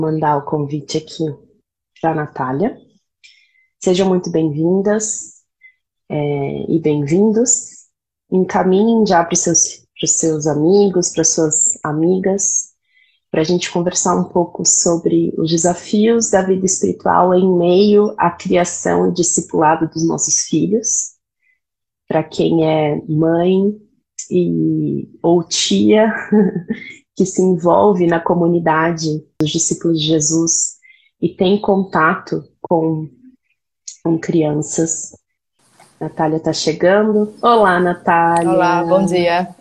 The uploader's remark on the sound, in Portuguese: uma live no seu Instagram